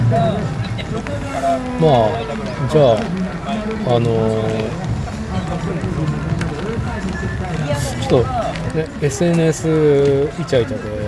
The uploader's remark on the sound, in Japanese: 屋外収録 シクロクロス全日本シングルスピード日本一決定戦で飲む。